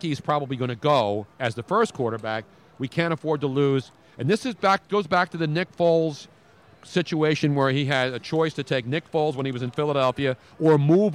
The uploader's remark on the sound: Part 2: We were LIVE from the #NFLDraft2017 Philadelphia for 6 HOURS. Part 2 of a 6 hour Draft Fest LIVE from the Draft Headquarters in Philadelphia.